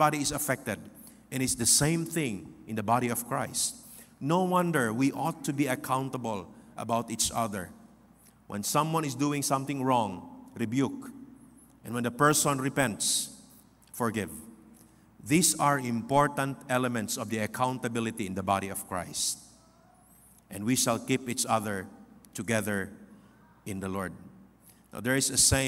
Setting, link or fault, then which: setting, live audience